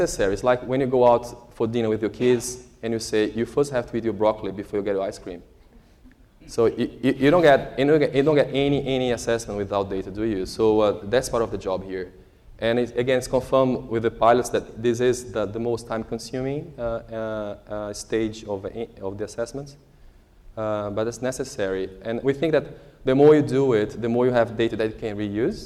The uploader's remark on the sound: A discussion session based on the morning plenary presentation by the same title. Plenty of time devoted to Q&A with the audience.